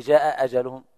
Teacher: فيها التسهيل الثانية والإبدال مع القصر. جاء أجلهم كما تقول آدم أو آمن.